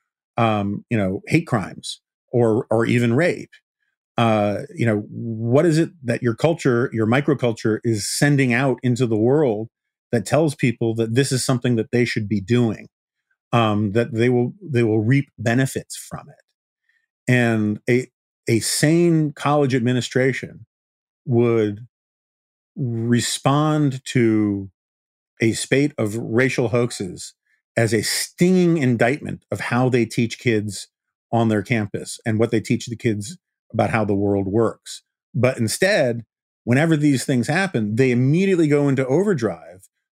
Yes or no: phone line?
no